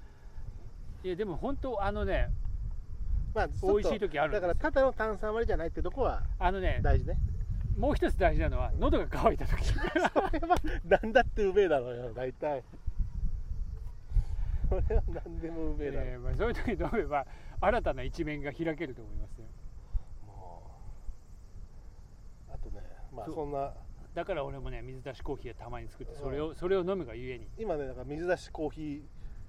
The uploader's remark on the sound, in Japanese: 午後の河原にて。時折風の音でお聞き苦しいところもあると思いますが、ご容赦ください。